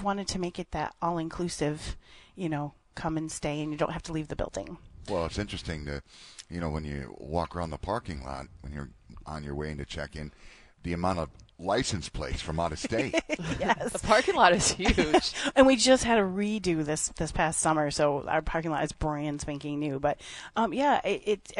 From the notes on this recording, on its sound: Live from Soaring Eagle Casino & Resort for a special edition of The WJR Sports Book.